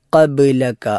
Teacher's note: മലയാളത്തിൽ ക, അതുപോലെ ഇംഗ്ലീഷിൽ കെ എന്ന അക്ഷരമുള്ളത് ഖബ്ലക എന്ന അവസാനത്തെ കാഫാണ്. എന്നാൽ തുടക്കത്തിലുള്ള ഖാഫ് അത് തൊണ്ടയുടെ മുകളിൽ ഭാഗത്ത് അണ്ണാക്കിൽ സ്പർശിക്കുന്ന രൂപത്തിൽ ഉച്ചരിക്കേണ്ട അക്ഷരമാണ്.